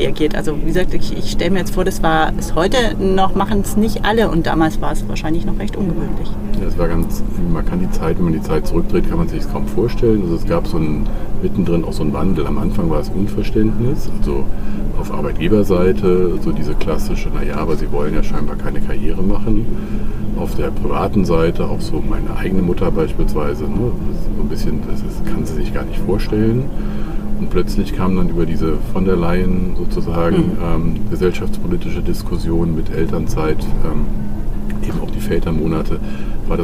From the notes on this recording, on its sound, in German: Live-Episode von der ZP Europe